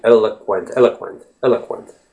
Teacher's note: But if you just said eloquent, eloquent, that wouldn't be right. There has to be a little bit of some sound inserted in there, and that's the schwa sound